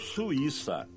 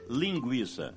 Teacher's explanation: estamos falando de hiato, U, I, pronunciado separadamente. · Shown in: first take · E por isso o I, que nesse caso é tônico, leva acento.